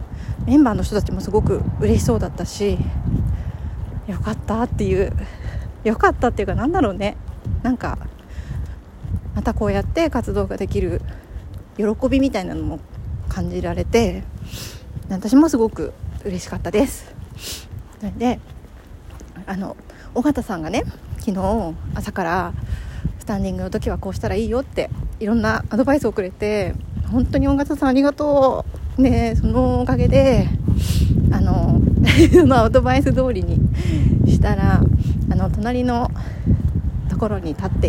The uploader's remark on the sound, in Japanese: 鼻ぐずぐずでゴメンナサイ。昨日の帰り道、歩きながら収録しました！